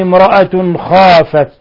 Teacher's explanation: امرأة ميم ساكنة جاء بعدها الراء، الحكم التجويدي إظهار شفوي